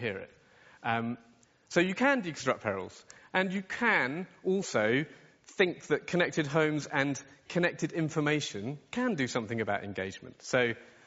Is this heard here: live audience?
yes